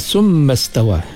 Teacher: dengung pada mim syaddah wajibul ghunnah